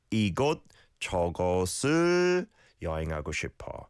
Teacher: The shiot bachin bottom consonant, like I said, it blends on to the ul sound.